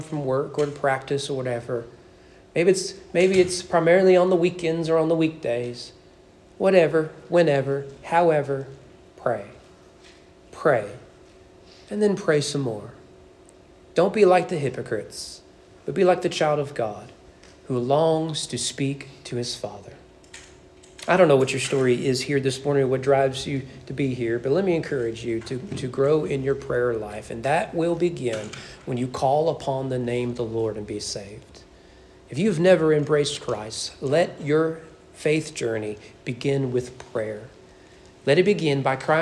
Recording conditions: large echoing room